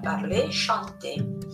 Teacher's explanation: La R e la EZ si pronunciano come se fosse una E acuta.